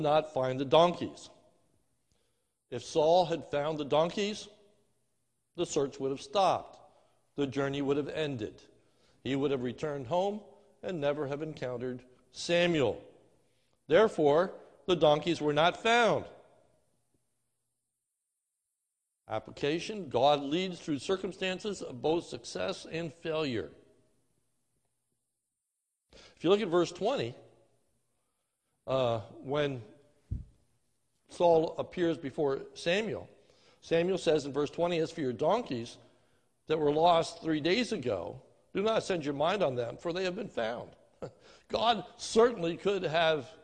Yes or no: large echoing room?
yes